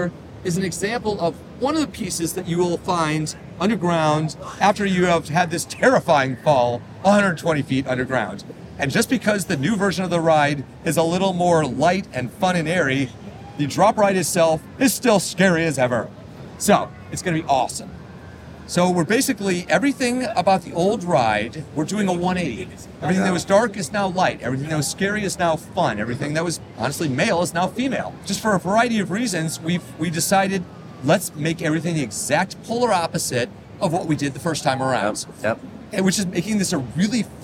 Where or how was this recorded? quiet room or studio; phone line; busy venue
busy venue